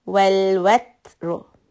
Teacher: Again, the rosh will be heavy, but the ta sukun gets hams.